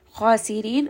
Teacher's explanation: kha here is going to be heavy, and then ra here is going to be light, and we end here on a 4-count mad.